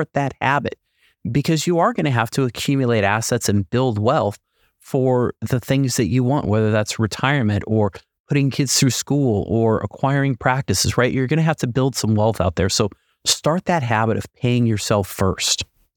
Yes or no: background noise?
no